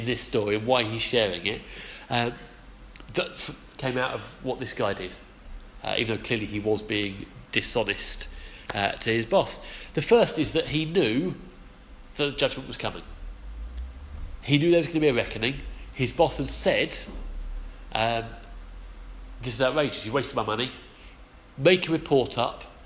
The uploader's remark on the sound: Our sermon from the 11am service